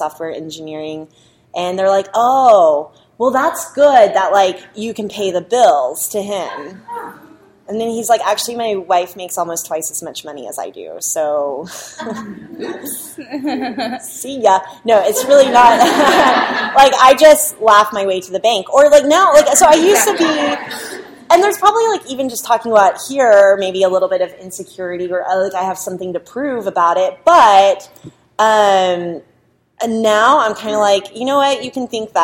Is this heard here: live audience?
yes